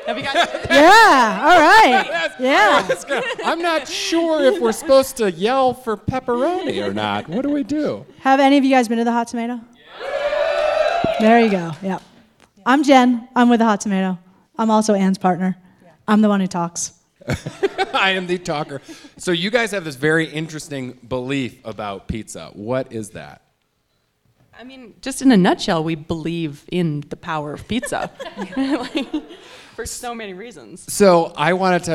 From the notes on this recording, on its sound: In April, we recorded a live show at the 5Point Adventure Film Festival in Carbondale, Colorado.